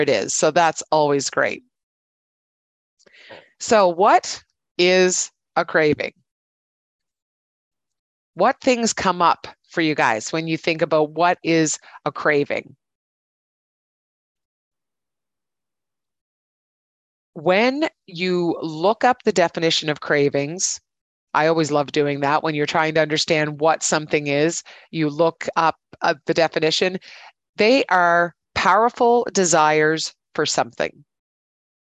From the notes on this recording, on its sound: Here is the recording of my webinar last week.